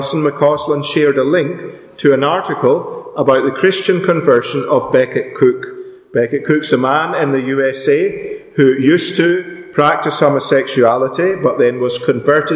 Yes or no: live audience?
yes